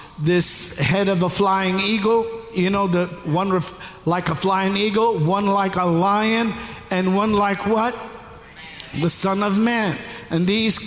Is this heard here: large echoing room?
yes